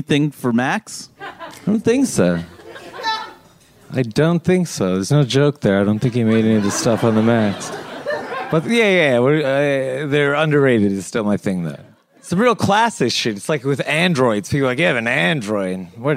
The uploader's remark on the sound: Recorded live in front of a paying audience. At Littlefield in Brooklyn, NY.